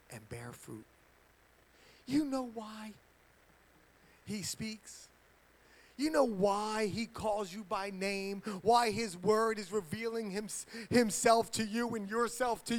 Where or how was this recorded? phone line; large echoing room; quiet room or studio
large echoing room